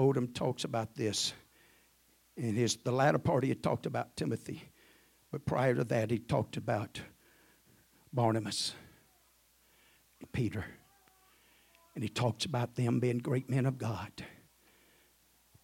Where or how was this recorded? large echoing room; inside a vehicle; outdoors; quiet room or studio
large echoing room